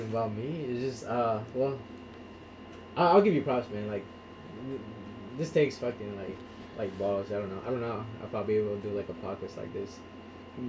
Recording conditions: poor microphone